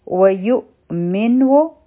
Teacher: هر کله چې په حمزه باندې سکون راشي نو مونږه جټکا ورکو کټ آف ساوند راځي